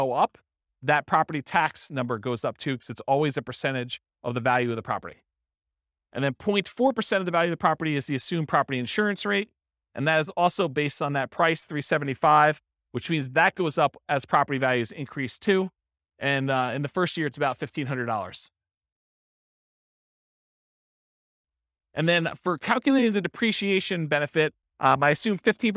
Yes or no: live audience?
yes